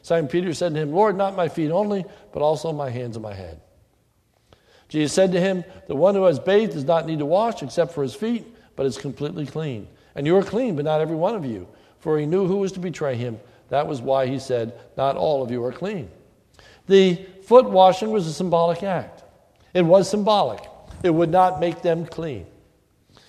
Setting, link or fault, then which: setting, large echoing room